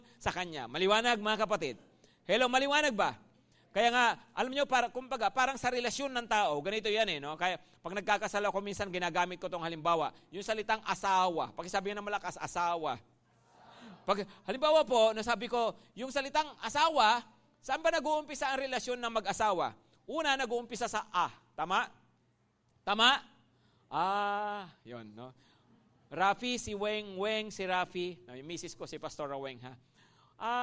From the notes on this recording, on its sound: at Grace Testament Church's 5:00pm service